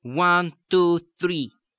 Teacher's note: Actually, try to feel the added vibration in that area between the teeth and the alveolar ridge and forcing it through those tissues into the nose and feel it there.